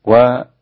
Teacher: والربا هذا الفتح وليس فيه تقليل